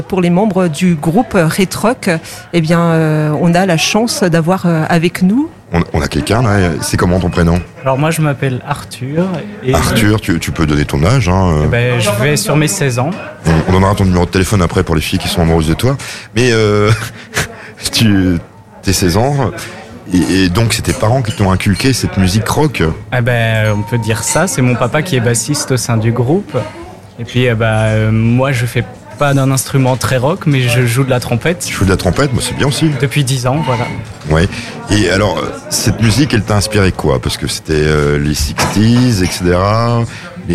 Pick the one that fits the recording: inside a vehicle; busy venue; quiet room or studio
busy venue